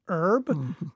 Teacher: Why we Americans generally don't pronounce the H in the word herb